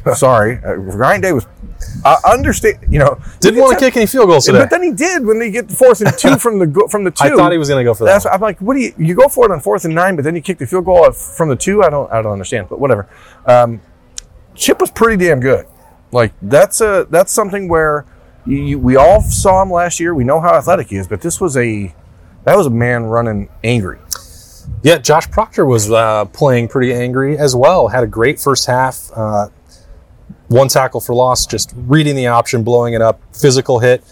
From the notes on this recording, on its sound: Broke down their thoughts from Memorial Stadium in Bloomington.